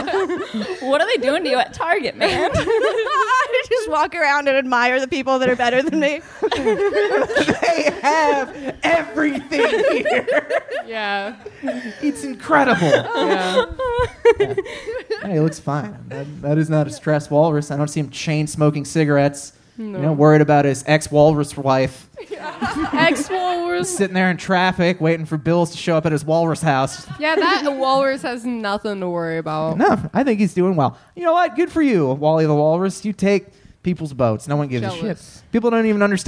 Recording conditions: live audience